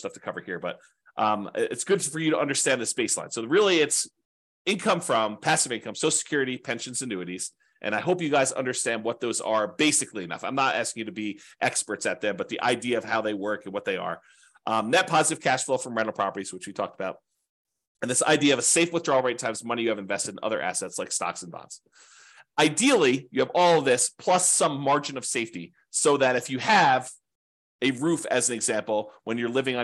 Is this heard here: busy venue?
no